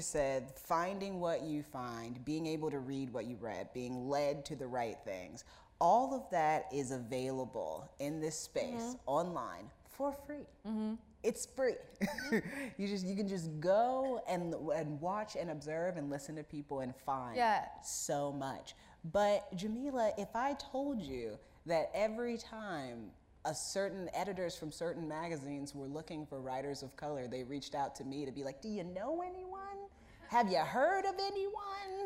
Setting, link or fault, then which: setting, live audience